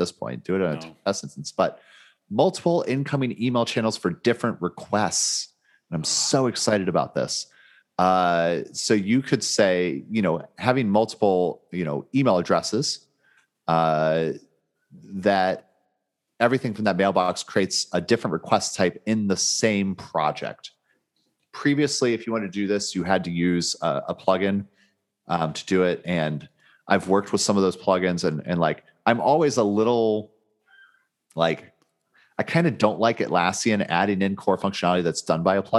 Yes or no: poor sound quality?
no